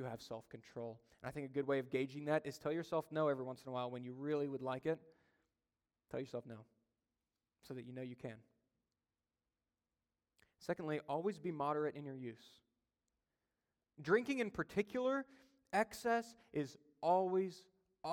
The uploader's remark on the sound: during a Sunday Evening Service